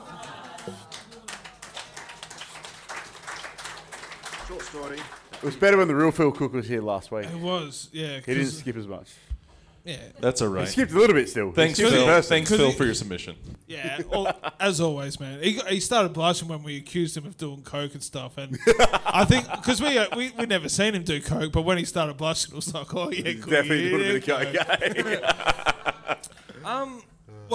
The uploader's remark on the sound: LIVE SHOW #2 EP0023 Fringe Perth 2021